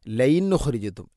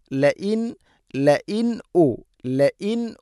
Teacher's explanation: ലൈൻ അല്ല ലഇൻ ല E Hamza ഉച്ചരിക്കണം. തൊണ്ടയുടെ താഴെ ഭാഗമാണ് മഖ്റജ്. · Shown in: second take · ലഇൻ ലഇൻ ഉ സാകിന നൂന് ശേഷം ഹംസ ഇദ്ഹാർ വെളിവാക്കി ഉച്ചരിക്കണം.